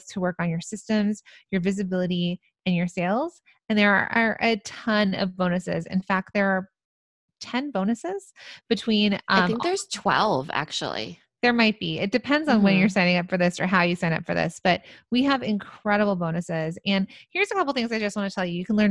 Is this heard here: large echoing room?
no